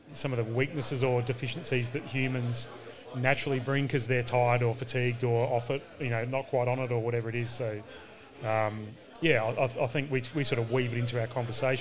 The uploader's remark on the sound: Live at We Work in Perth